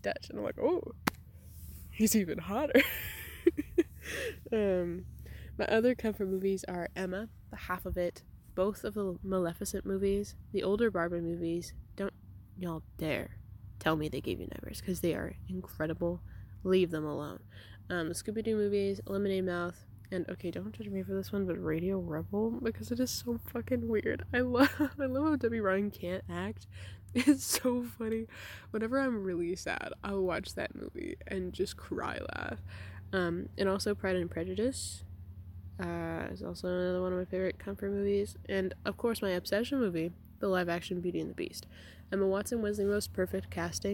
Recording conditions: wind noise